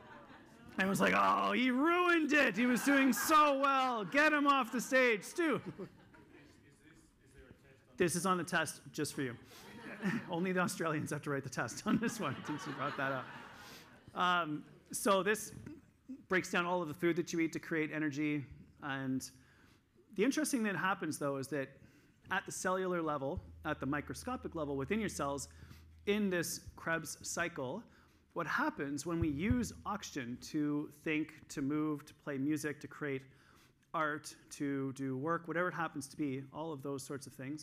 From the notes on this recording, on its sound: This week I'm sharing the third session that I did at the EPIC Conference in Toronto in December of 2022.